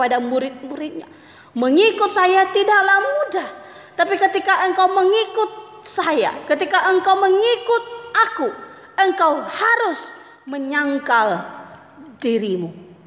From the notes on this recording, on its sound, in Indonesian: Jalan Kalimantan No.9. GSRI SINGKAWANG. Rekaman ibadah pemuda.